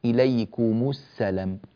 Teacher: فهذه الميم تضم فقط تخلصا من التقاء الساكنين · Term: ميم الجمع